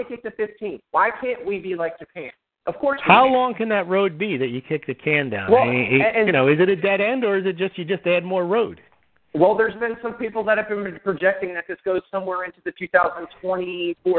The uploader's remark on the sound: Real Estate 360 Live Call.